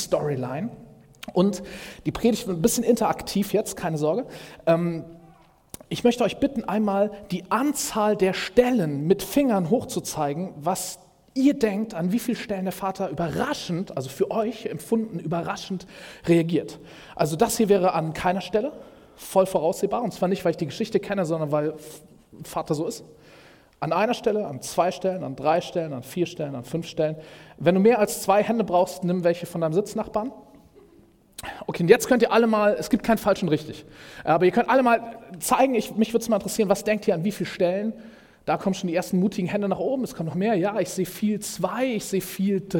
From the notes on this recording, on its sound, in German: Predigt im Rahmen des GreifBar+ Gottesdienstes